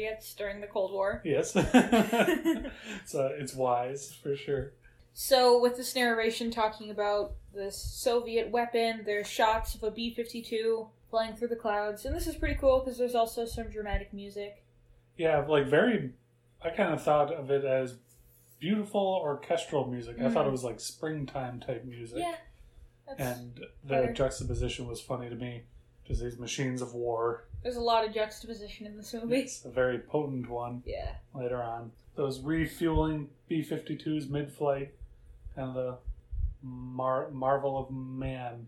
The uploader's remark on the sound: Sorry about the sound of wind coming in so often, we had a fan running. We had the AC off.